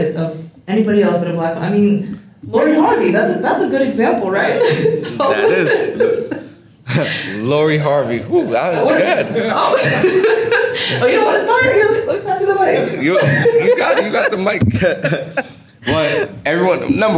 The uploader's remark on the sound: AMEC: Live in Hartford. The Lounge is live in Hartford, Connecticut at the AMEC! Big thanks to our awesome audience for their participation in this special episode.